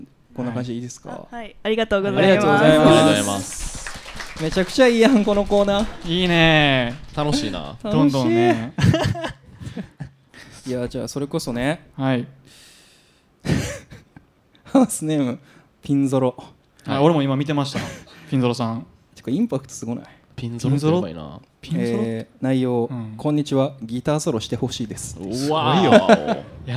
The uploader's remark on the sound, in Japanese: 初の公開収録！大阪 Bodaiju Cafe にて行われたライブ「Slow&Easy vol.2」での公開収録の様子をお届け！